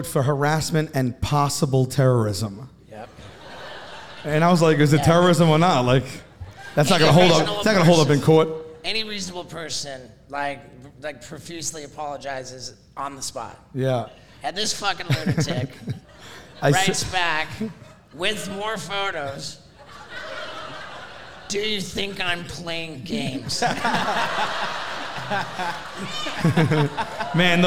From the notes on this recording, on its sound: Doing our first ever live podcast in front of a sold out crowd. We were on the Impracticle Jokers Cruise Ship.